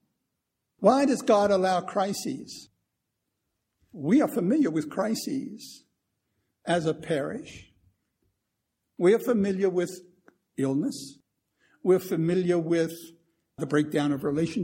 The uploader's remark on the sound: Recorded 1/11/2015 at Christ Church Anglican